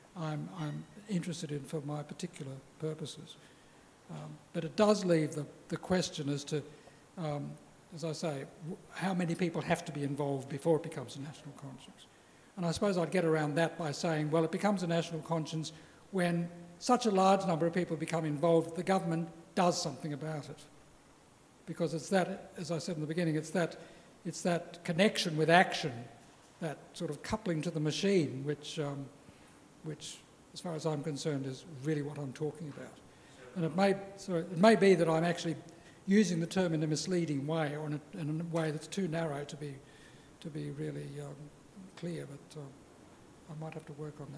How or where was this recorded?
large echoing room